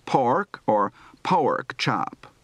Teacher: Note the lengthened vowel and heavy R.